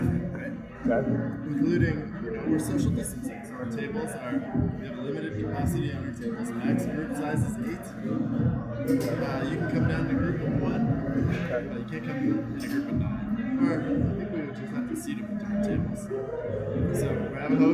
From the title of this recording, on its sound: On Location at Denver Beer Company